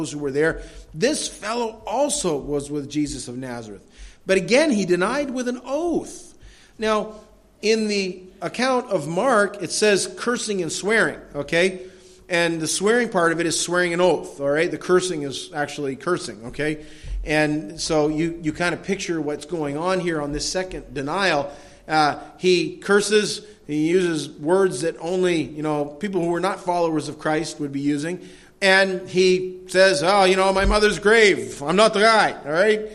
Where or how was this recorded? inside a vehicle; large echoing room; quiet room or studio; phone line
large echoing room